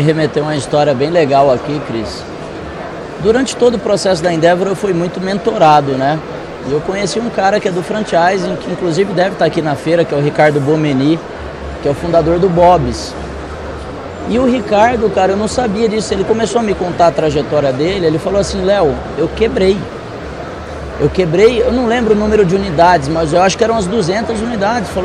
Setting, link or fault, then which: setting, busy venue